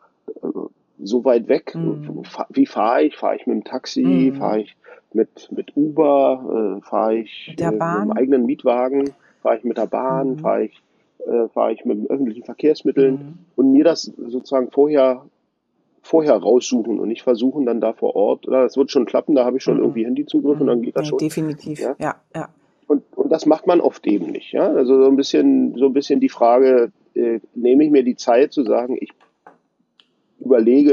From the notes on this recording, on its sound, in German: In Paris weilt und die zwei daher heute per Telefon darüber sprechen.